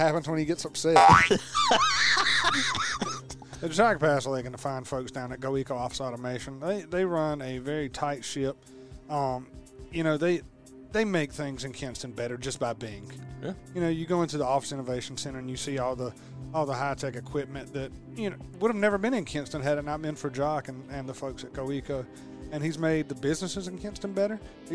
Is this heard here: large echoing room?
no